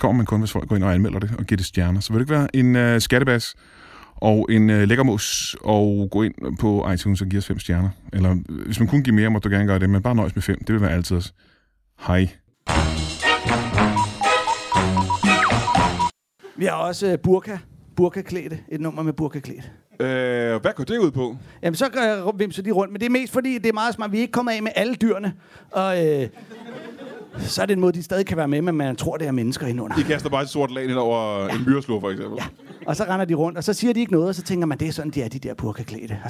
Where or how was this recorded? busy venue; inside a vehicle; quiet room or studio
busy venue